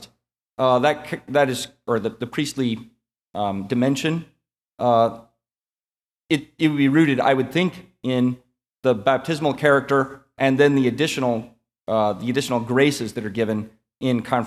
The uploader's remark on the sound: This lecture was given at the Catholic University of America. As part of the Thomistic Institute symposium titled "Toward a Fundamental Theology of the Priesthood."